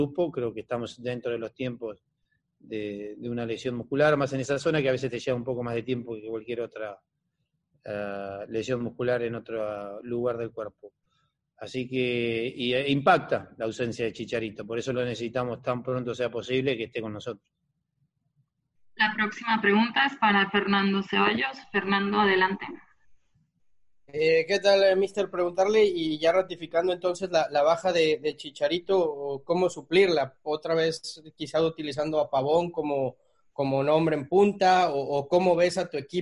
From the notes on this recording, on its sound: LA Galaxy Media Conference Call